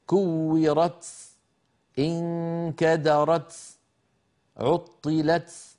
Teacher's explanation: بعد أن قرع بطرف لسانه مخرج التاء نزل مباشرة إلى الصفحة الداخلية للثنايا السفلى للأسنان السفلى، هذا المكان الذي نزل إليه هو مخرج السين، فخرج الصوت معه شبيها بالسين.